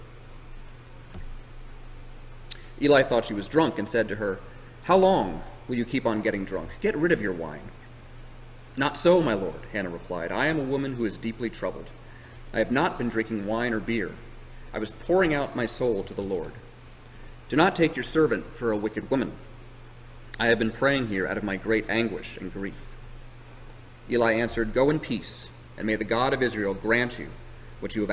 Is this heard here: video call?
no